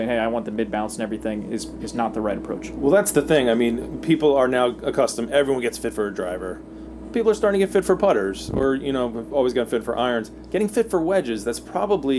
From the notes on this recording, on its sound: on location at The Player's Championship